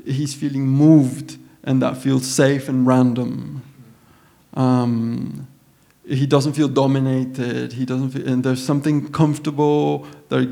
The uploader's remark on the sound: recorded live Upstairs at Bergen Kunsthall Sunday May 21st 2017